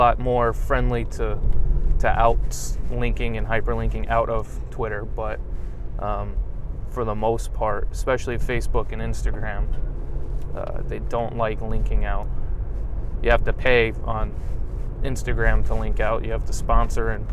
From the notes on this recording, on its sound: This episode is apart of a series called morning rants, where I talk about my ideas while driving to my day job.